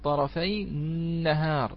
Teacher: نون مشددة من أجل إدغام اللام في النون. فالآن ليس هناك أمر آخر نفعله غير أننا نريد أن نصل بين كلمة طرفي وكلمة النهار هذه المشددة النون، ولا نستطيع إلا بتحريك الساكن الأول من أجل التقاء الساكنين، الياء ساكنة والنون المشددة عبارة عن ساكن متحرك.